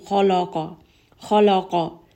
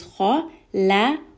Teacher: Lam is not a heavy letter here. · Shown in: second take · Term: lam stays light